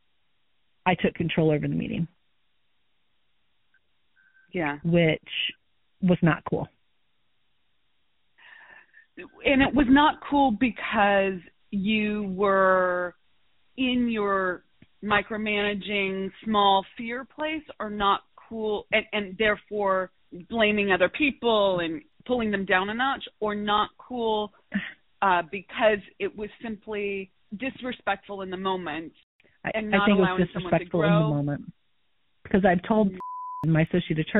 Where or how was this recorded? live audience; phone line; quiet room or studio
phone line